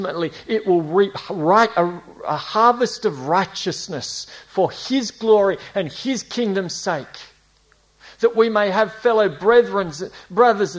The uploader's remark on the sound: A series preached at Esperance Church of Christ across 2019 and 2020